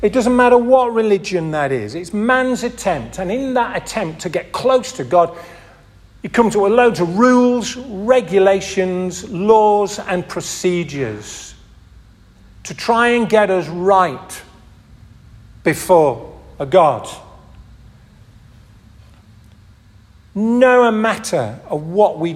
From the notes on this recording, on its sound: This audio recording was taken from the 10:30 Communion service at St Oswald's Church, Askrigg, 2023.